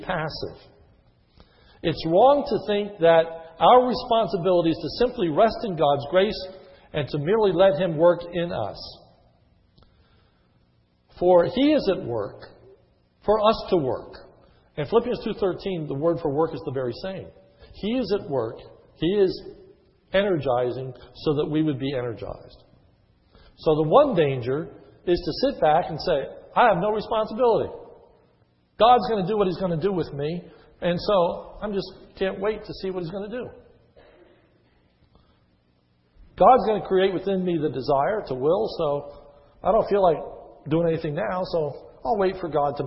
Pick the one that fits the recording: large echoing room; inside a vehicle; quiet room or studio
large echoing room